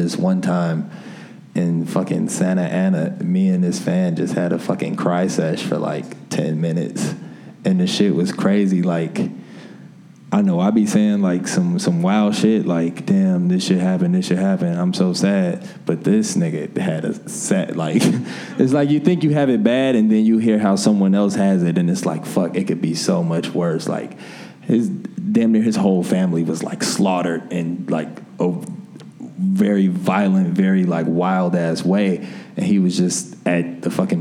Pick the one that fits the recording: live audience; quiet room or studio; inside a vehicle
live audience